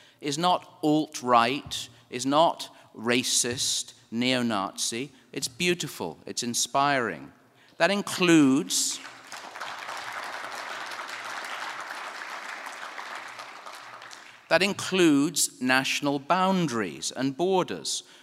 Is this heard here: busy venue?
yes